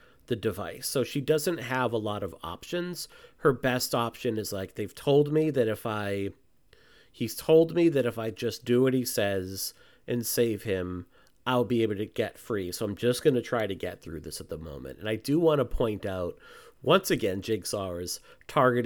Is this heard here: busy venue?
no